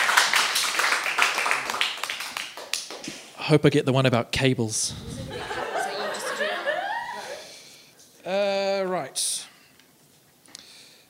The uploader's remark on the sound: Recorded live at BATS Theatre.